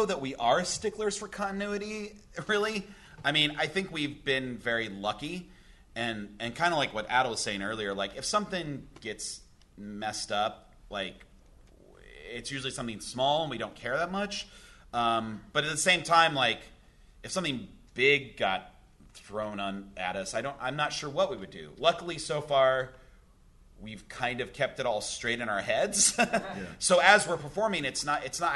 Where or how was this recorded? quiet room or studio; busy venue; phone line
busy venue